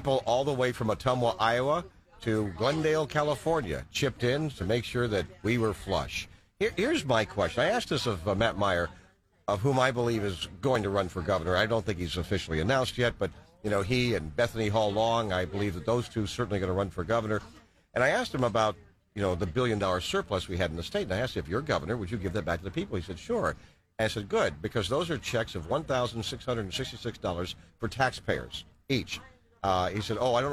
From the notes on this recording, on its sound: Broadcasting live at the 101st Wilmington Flower Market